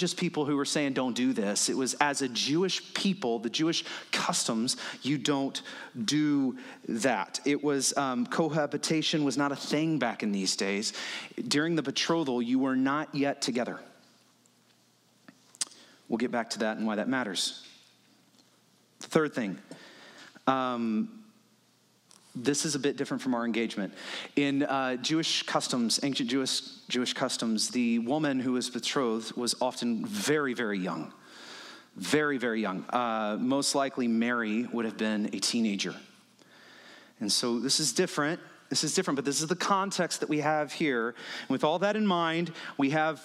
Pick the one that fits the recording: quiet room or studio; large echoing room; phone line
large echoing room